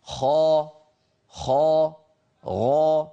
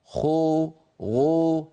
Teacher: تخلط صوت الفتحة بالضمة أو صوت الألف بالواو · Shown in: second take · Term: إشمام غير وارد